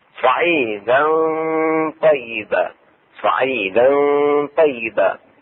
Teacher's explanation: إخفاء التنوين وهي فتحتين مع الطاء مع الغنة